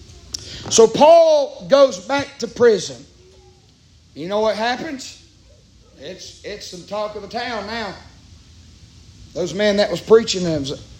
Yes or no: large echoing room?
yes